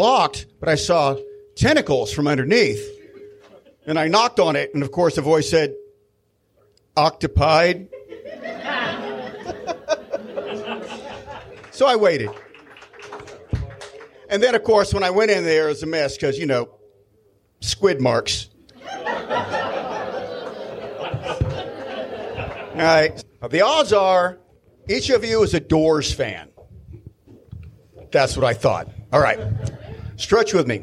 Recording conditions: live audience